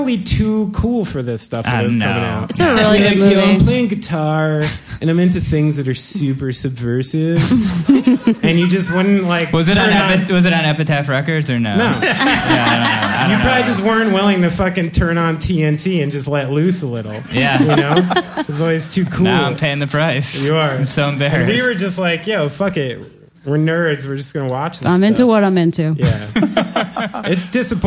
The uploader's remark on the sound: We recorded live, in front of an audience at the Knitting Factory in Brooklyn.